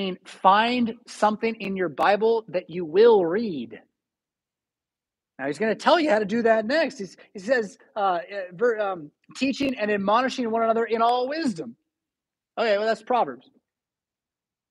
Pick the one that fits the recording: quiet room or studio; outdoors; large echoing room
large echoing room